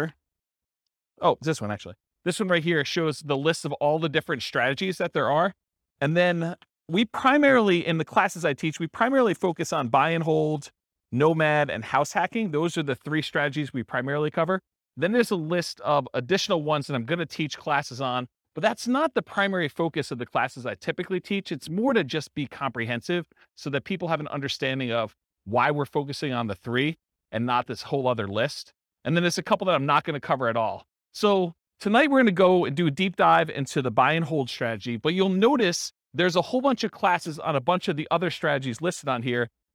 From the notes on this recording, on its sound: This was a live class recorded